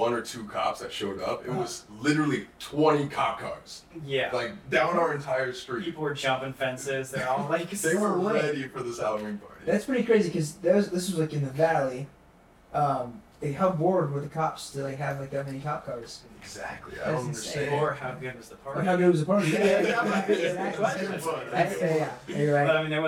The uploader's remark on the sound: We had some audio issues this week, and greatly apologize.